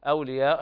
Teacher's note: مد واجب متصل. قرأ ورش بالإشباع وحفص بالتوسط وفويق التوسط